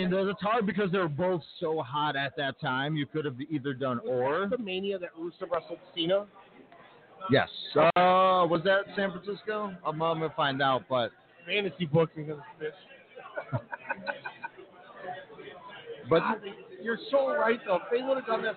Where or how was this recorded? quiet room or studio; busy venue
busy venue